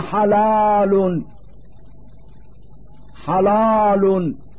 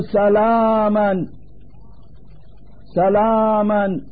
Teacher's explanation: فإن أصل التلفظ باللام يجب أن يكون رقيقا، وحذار من تغليظه حين تكون حركته فتحة ممدودة · Term: ترقيق اللام